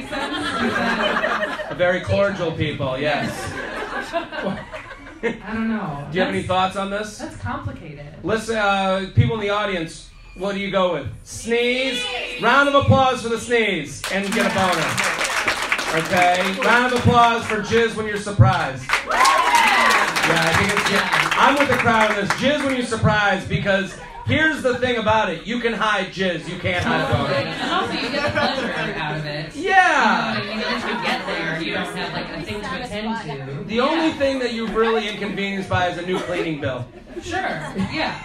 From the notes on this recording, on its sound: LIVE From Zanies In Chicago. Live from Zanies Comedy Club in Chicago.